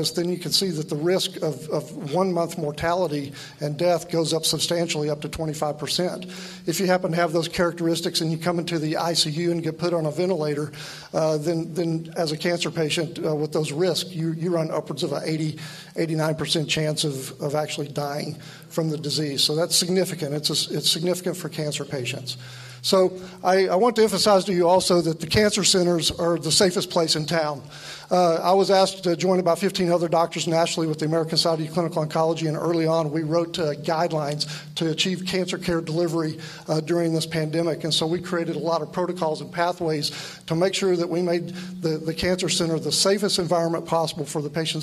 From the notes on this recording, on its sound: Recorded live November 21, 2021 Texas Covid-19 Summit